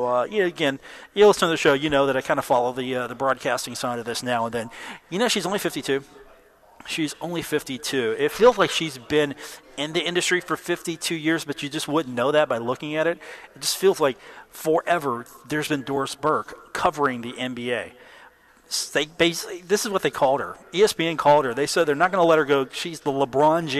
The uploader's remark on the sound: live at The Union Pub and Grill